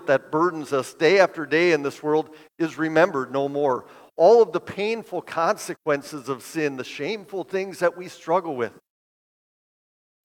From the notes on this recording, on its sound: Bethany, Appleton, WI. This sermon at Bethany's Sunday worship.